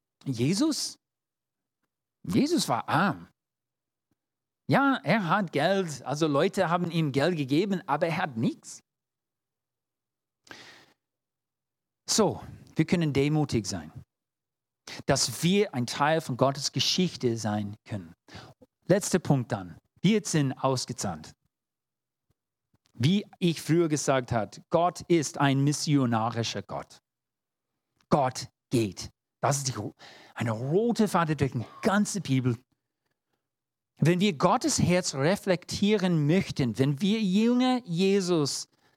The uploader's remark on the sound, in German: 2022 in der Gemeinde Kaleo Schopfheim aufgenommen.